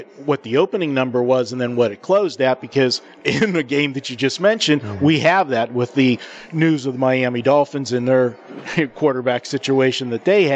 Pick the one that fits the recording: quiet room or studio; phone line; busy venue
busy venue